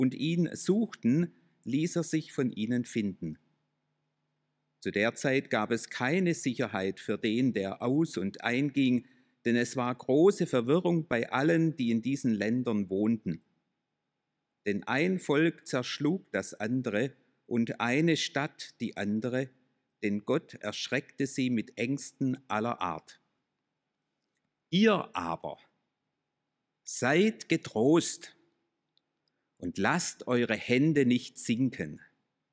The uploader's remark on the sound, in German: aus dem Schwarzbrot-Gottesdienst der Missionsberg-Gemeinde (LM)